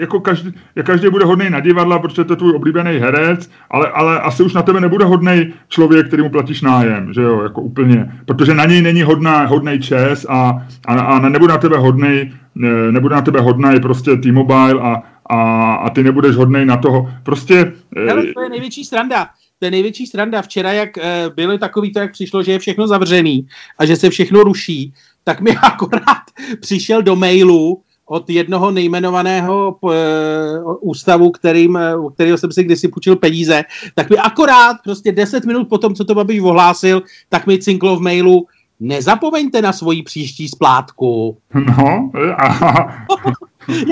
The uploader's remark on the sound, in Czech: Pozor, tento díl podcastu jsme natočili přes Skype.